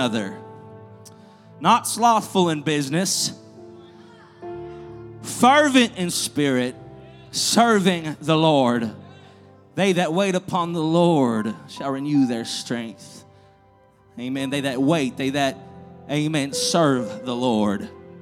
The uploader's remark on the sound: This was recorded at Truth Apostolic Church in Madisonville, KY.